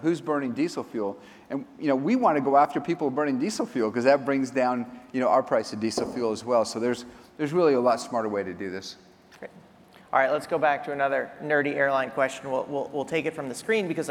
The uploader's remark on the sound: At the Skift Global Forum in New York this week. On stage.